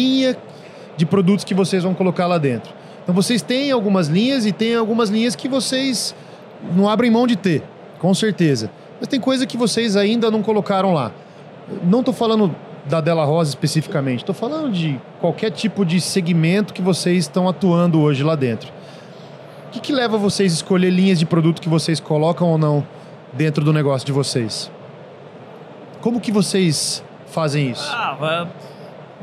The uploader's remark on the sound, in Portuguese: Este é o último episódio gravado durante a Automec 2023 que vai ao ar.